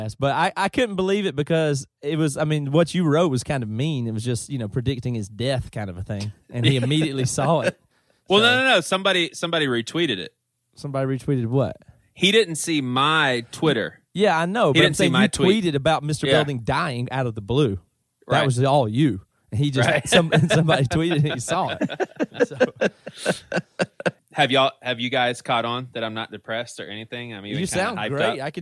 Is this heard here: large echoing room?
no